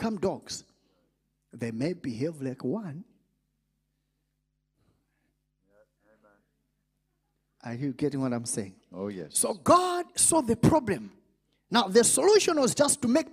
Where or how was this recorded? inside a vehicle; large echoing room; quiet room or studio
large echoing room